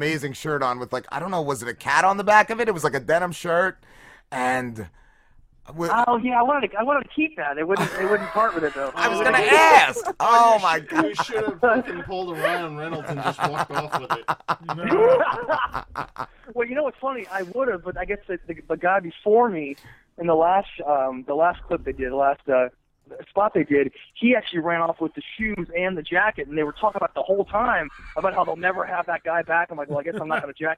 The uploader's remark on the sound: called in as well to elaborate